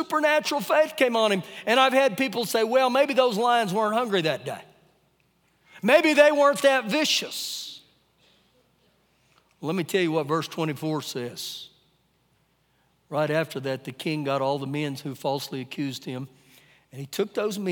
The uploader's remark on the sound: Recorded live during our Sunday morning service